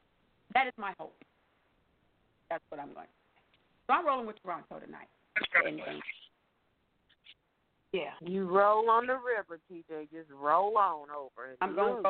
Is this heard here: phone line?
yes